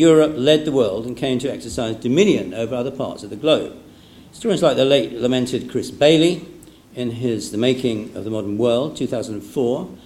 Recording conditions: large echoing room